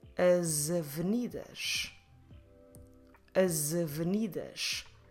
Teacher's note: So if I have as avenidas and I want to run these two words together, let's try to read the S from as a Z